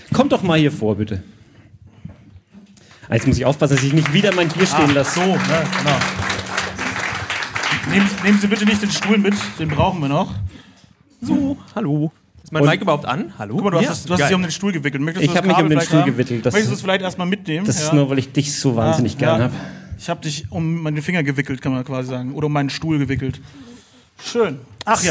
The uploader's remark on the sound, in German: In einer audiovisuellen Verkostung. Live im Afterwork.